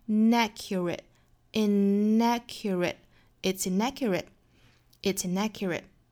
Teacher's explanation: It's 跟后面连读就是 It'sinaccurate，连接在中间的音呢是 tin, it's inaccurate, it'sinaccurate。那 inaccurate 这个词我们也要注意，它属于是单词内部的一个连读哈，就是 n 尾部的这个 n 跟后面的元音连读带出来一个 n 的音